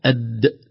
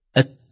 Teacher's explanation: نفس مكان اللسان لكن مع شدة في الدال وعدم خروج هواء معها، أما التاء مع شدتها في خروج جزء من الهواء سمى حرف مهموس أت.